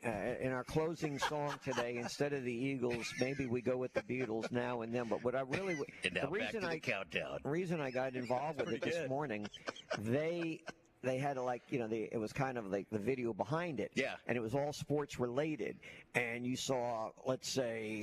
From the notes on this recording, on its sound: High School Gameday at Theodore. LIVE at Theodore High School!